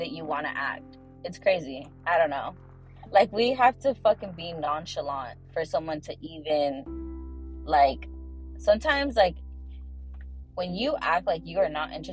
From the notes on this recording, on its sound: In the Car EPISODE!!!!